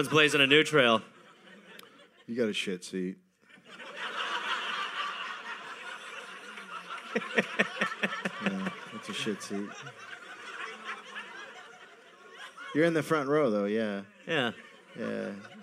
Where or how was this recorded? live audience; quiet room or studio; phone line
live audience